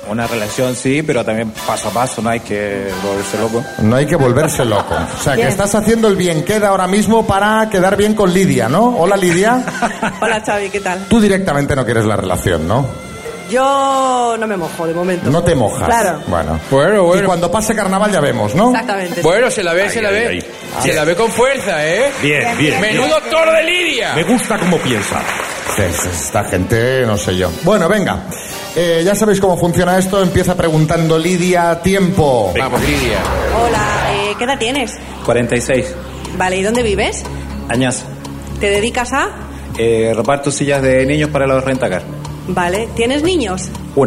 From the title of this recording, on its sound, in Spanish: Las Mañanas KISS en directo desde SANTA CRUZ DE TENERIFE